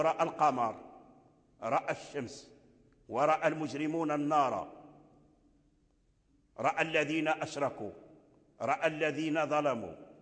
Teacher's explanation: يعني رأى إذا كان بعدها حرف ساكن لا يميلها ورس · Term: لا إمالة فيها